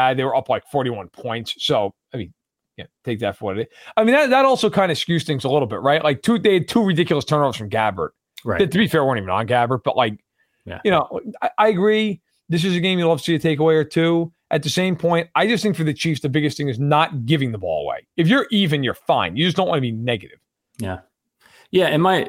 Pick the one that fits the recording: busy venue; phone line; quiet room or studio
quiet room or studio